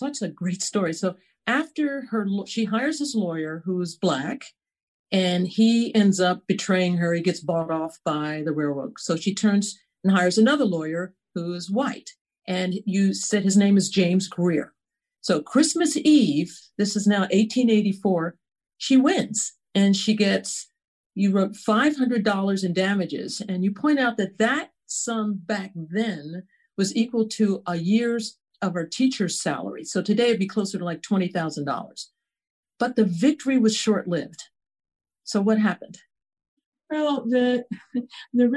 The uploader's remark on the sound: In response to the COVID-19 Pandemic, this program was recorded via online livestream by the Commonwealth Club of California in San Francisco, CA.